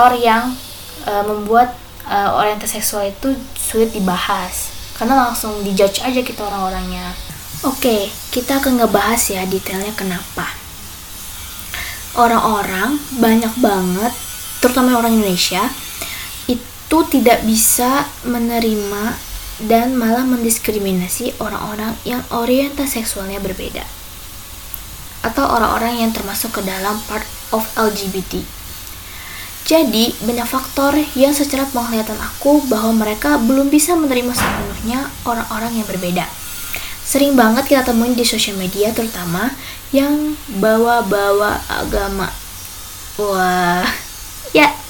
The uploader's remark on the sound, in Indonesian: episode kali ini bakalan banyak noise banget nih,karena tetangga lagi renovasi rumah dan suranya kenceng banget